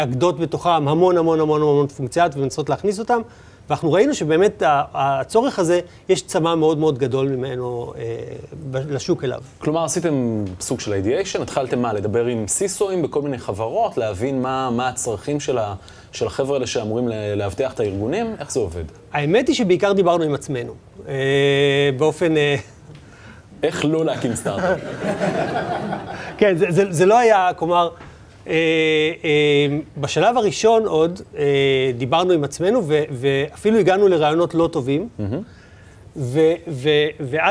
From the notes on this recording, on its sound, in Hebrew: פרק מיוחד שהוקלט בפני קהל חי במשרדי קאטו נטוורקס.